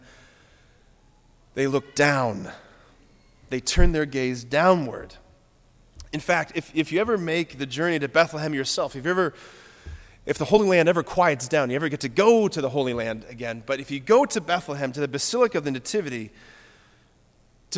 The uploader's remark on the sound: preached this homily on January 7, 2024 at Sacred Heart of Jesus Catholic Church in Wadsworth, OH